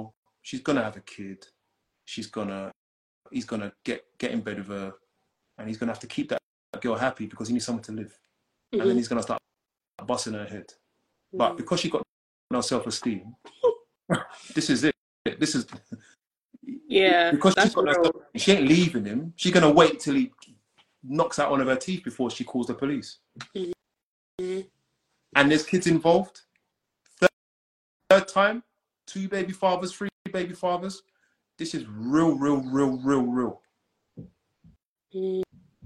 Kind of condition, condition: link, video call